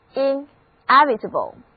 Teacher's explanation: 注意重音在第二个音节